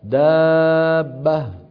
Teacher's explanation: أما إذا قلنا دابة، اسمعوني جيدا، دابة، الآن أنا نطقت الباء الأولى بالتلامس